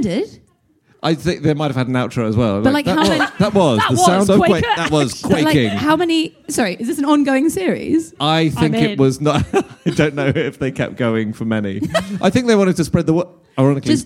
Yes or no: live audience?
yes